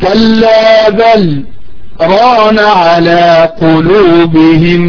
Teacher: نقف نسكت في قوله تعالى كلا بل، نسكت سكتة خفيفة على كلمة بل · Term: السكت